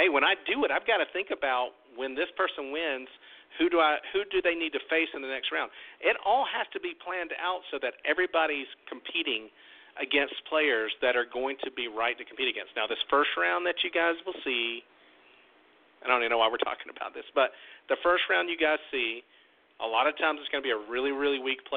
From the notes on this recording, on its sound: Tonight we open the phone lines for YOU